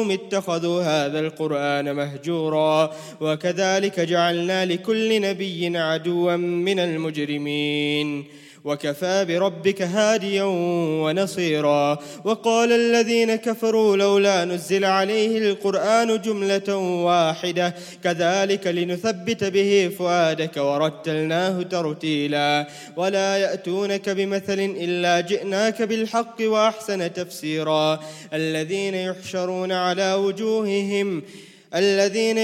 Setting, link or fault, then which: setting, large echoing room